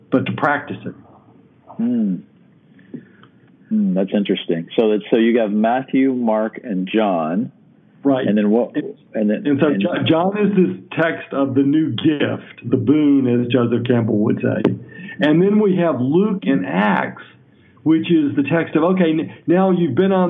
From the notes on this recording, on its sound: I do a phone interview